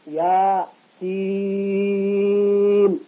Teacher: الياء الساكنة التي قبلها كسرة سكن ما بعدها فجاءت بمد لازم